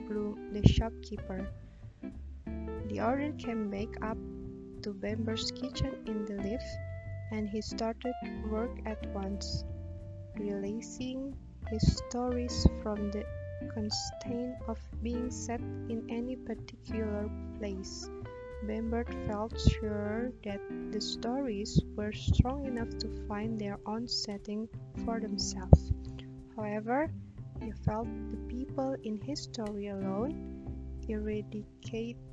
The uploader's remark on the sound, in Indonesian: Pakai headset, suara plantronics, suara udara dari mulut terekam, mau diedit, tapi filenya tidak terbaca, yasudah lah yang ada saja.